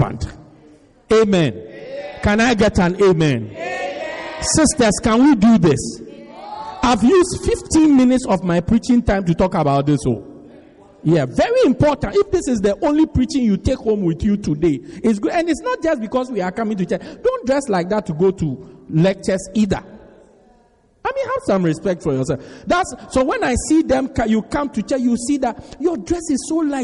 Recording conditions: large echoing room